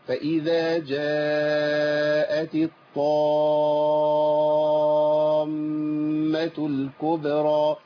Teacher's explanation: فاذا جاءت هنا مد عندي مد ايه متصل واجب المد اربع حركات اربع وخمس حركات عندي الطامه ست حركات يبقى لازم المد في الف اللي بعد الطاء يكون زياده عن المد في الالف اللي فيه جاءت خلاص يبقى ايه اقولها ازاي فاذا جاءت الطامه الكبرى.